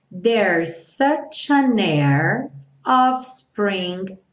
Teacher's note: Então aqui tem o an air, juntinho